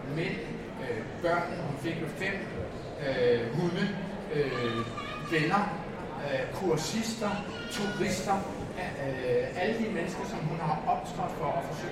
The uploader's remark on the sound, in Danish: Det her er optagelsen af vores live optræden. Midt i larmen og tumulten. Hør hele optagelsen af vores live optræden på Bellascenen på dette års Bogforum.